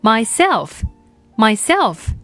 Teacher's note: 第一个音节是 I 的双元音 my，那第二个音节呢是 e 的短元音